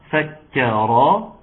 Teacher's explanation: يبقى ترقيق الكاف ثم تفخيم الراء